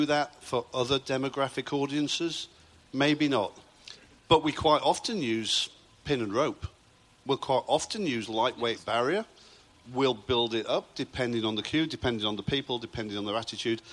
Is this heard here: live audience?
yes